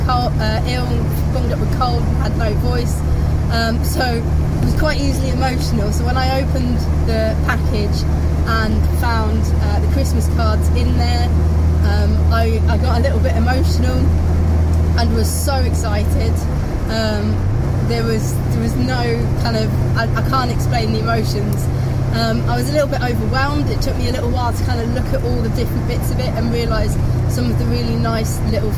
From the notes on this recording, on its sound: all recorded from my 1968 Morris Minor, Peggy